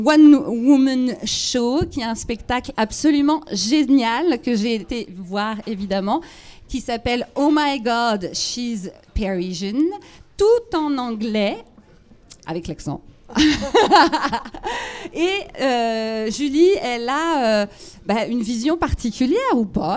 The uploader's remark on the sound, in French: On en a parler autour d’un verre avec un public à l’image de la communauté : des expats, des exexpats, français et étrangers lors d’une nouvelle soirée Live. Merci à l’hôtel Renaissance Arc de Triomphe.